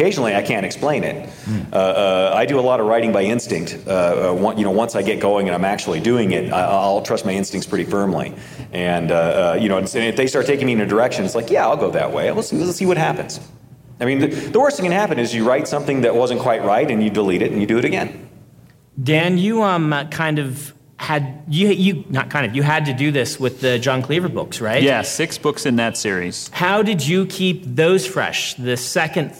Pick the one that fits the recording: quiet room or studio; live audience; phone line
live audience